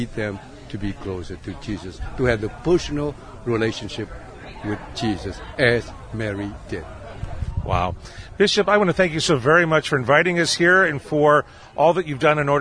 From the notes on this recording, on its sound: MEDIA DAY AT OUR LADY OF LA VANG SHRINE. We’re going to leave our broadcast facility in the Tower of Hope and take our mobile studio outdoors. Recently joined in the outdoor festivities at Christ Cathedral for media day.